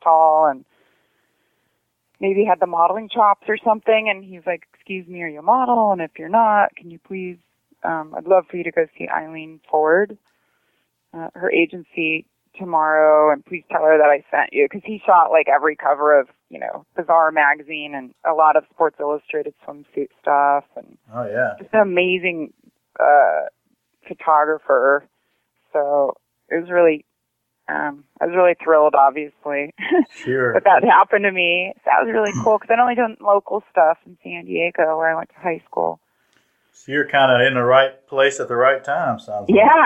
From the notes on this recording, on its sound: phones into the Str8hustlin.